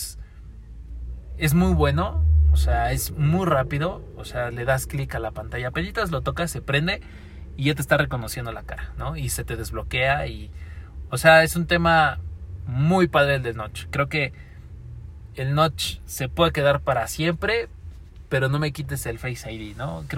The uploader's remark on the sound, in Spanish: El formato de hoy fue grabado en un auto, no siempre las conversaciones buenas de dan en lugares tranquilos.